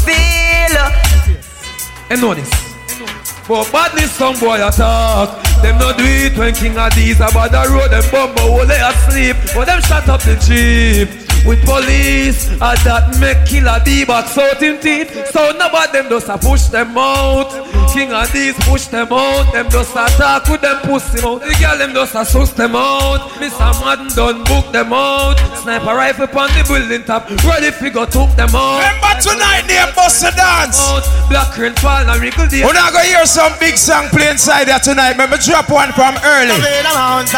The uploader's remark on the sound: Live At Who Can Buss The Dance